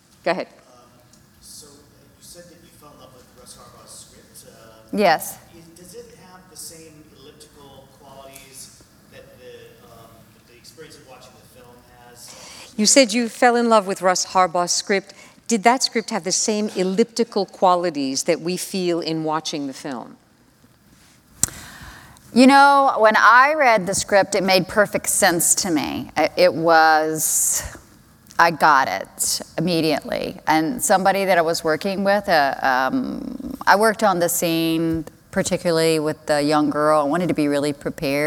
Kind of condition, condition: setting, live audience